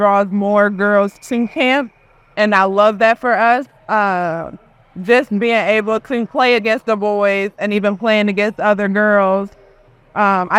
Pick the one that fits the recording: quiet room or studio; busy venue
busy venue